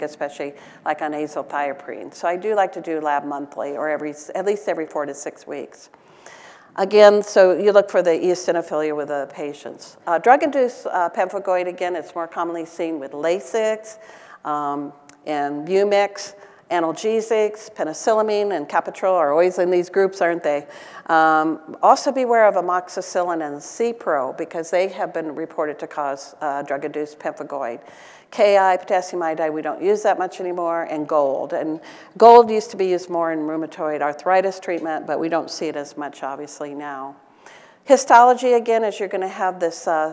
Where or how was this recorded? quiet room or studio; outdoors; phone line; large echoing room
large echoing room